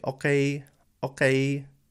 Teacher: They're making the k sound pretty far back.